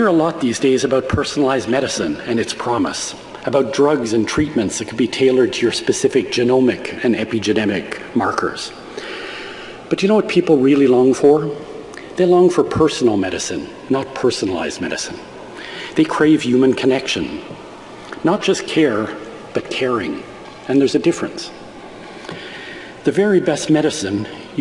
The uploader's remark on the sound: This convocation speech was delivered to graduating MDs at the University of Manitoba on the receipt of an honorary doctorate.